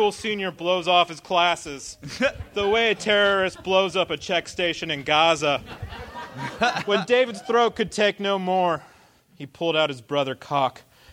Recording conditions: live audience